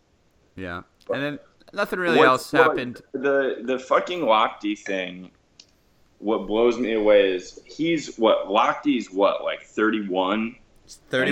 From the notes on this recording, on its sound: WARNING: EVEN POORER AUDIO QUALITY THAN NORMAL. One of our few surviving recordings from attempting to do the show remote, never before distributed. Audio quality is even poorer than normal.